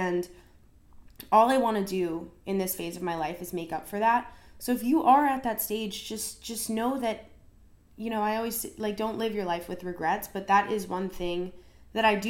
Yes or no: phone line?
no